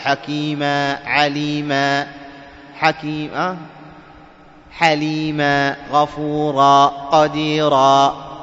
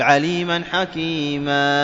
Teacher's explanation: هو مد، يسمونه مد عوض، هو تنوين أصله تنوين، لكن لما وقفنا عليه أعطيناه حركتين فقط · Shown in: first take · هذا المد هو بدل أو عبارة عن عوض عن التنوين المنصوب عند الوقف.